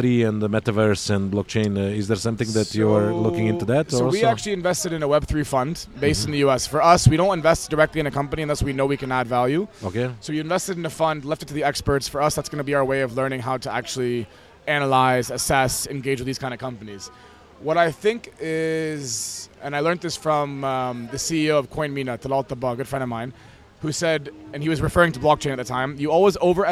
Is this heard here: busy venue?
yes